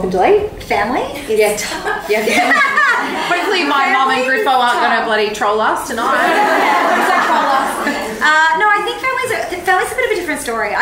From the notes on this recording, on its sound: Press play on our very first live podcast recording, with a live audience. Full disclaimer, it’s our first one, so so sip quality is only going to get better.